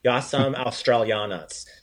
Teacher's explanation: so that R sound, make sure you give that R a roll.